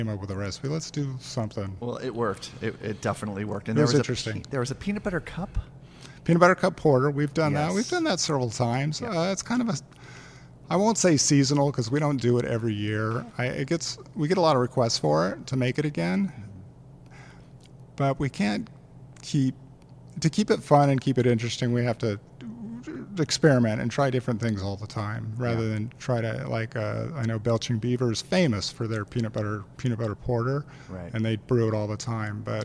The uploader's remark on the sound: live at Timeless Pints